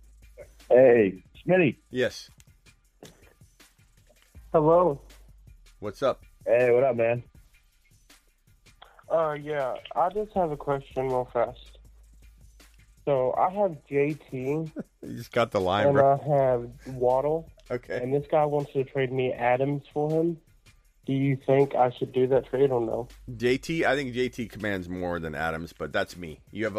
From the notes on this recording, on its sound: 2 Hours of Phone Calls and chat questions.